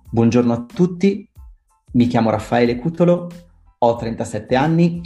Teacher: Sometimes I hear people speaking English or Italian, even sometimes, and they kind of have an ascending tone at the end of the sentence